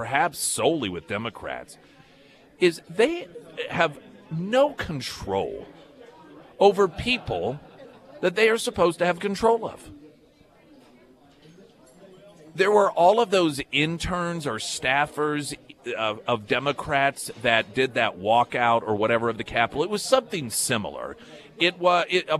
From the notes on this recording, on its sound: live at Scramblers Diner for the Friday Road Show.